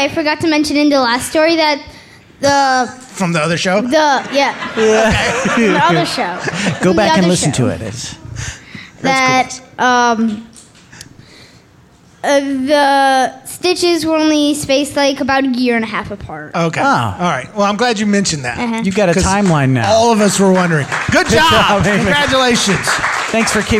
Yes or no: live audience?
yes